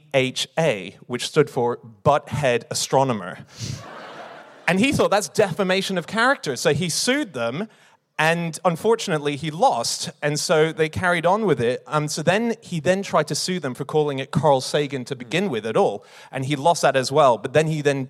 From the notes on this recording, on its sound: Live from New York